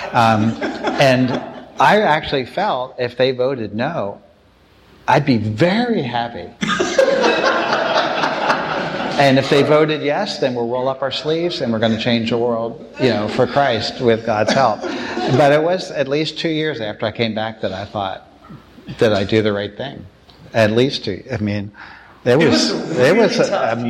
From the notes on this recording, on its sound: you'll hear their Q&A session from the breakfast